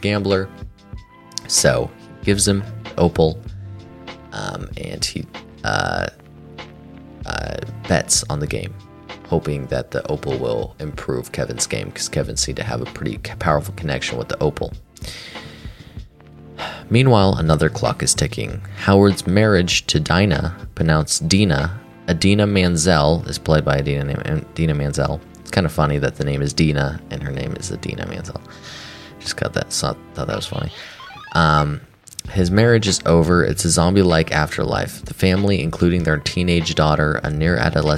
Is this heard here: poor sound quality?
no